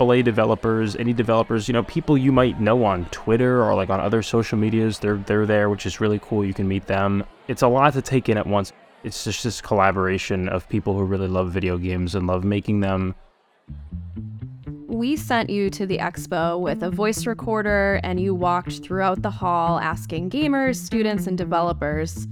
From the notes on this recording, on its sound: Attended the PAX East gaming convention. Roamed the Boston Convention & Exhibition Center with a recorder in hand.